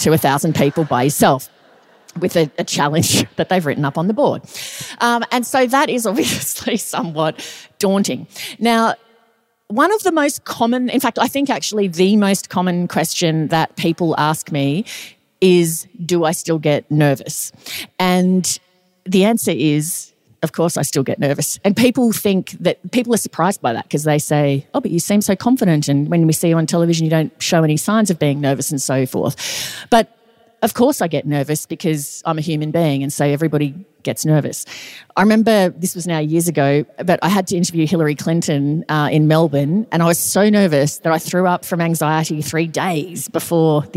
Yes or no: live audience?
yes